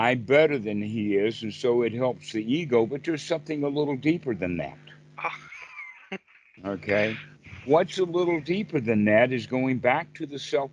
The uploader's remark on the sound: skype calls on this channel